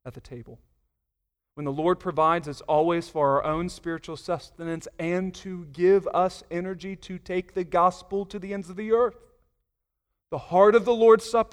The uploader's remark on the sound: Sunday Morning Sermon Audio.